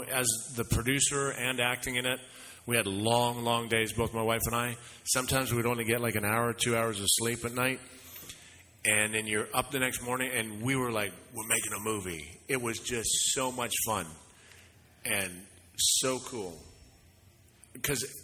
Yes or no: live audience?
yes